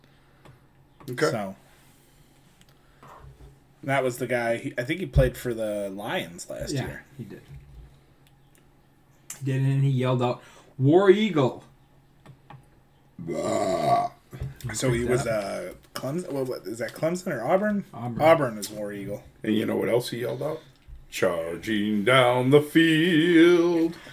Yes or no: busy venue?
no